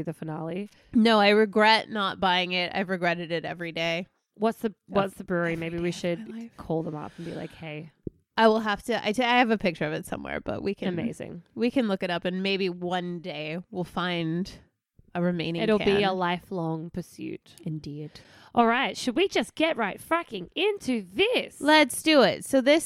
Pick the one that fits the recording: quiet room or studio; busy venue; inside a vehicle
quiet room or studio